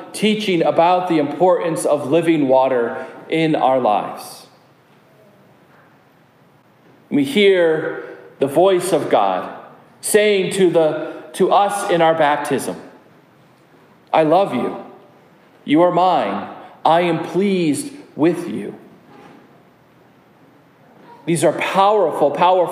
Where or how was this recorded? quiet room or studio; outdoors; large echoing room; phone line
large echoing room